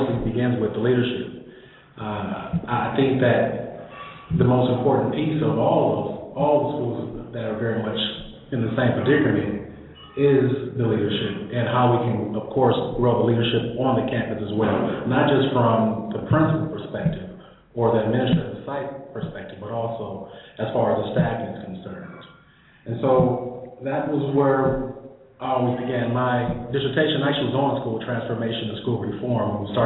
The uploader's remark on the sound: This broadcast is happening live from the Annual Conference on Education with the American Association of School Administrators in Los Angeles California.